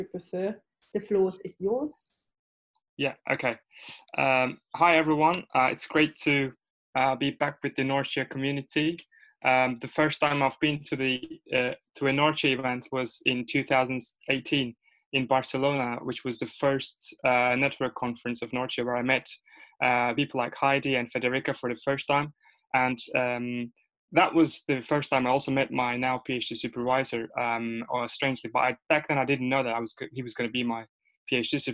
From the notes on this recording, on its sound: This podcast is a recording of the NORTIA webinar.